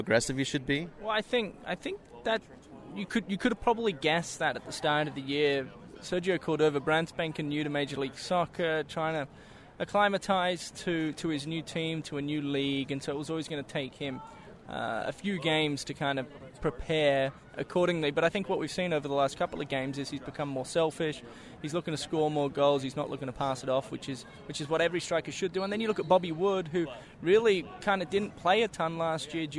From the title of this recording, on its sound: Live From RSL Practice